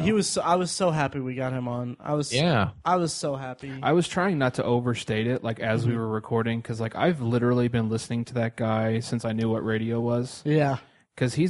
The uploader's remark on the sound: Booth Recordings with Con Attendees. Recorded live from our booth at Indy PopCon!